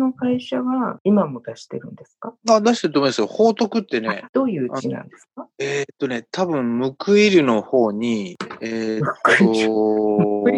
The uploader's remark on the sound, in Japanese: 収録環境のため音飛びすることがあります。すみません。